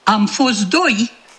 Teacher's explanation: Așa cum dacă oricare dintre noi este foarte atent la modul cum pronunță, nu va pronunța decât în cazuri excepționale am fost doi. Am fost doi cu T-ul care nici nu se mai aude. Asta e un fenomen bine cunoscut în lingvistică, numit fenomen de Sandi.